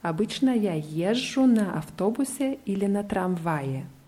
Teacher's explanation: die Betonung haben wir bei езжу immer auf der ersten Silbe